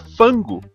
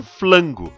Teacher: como o sistema de línguas deles é de fonemas simples e não compostos de duas consoantes, eles acabam comendo o R · Shown in: first take · Então, se você até quisesse tirar esse sarro do chinês, o que é errado, você teria que fazer ele falar fango, não flango.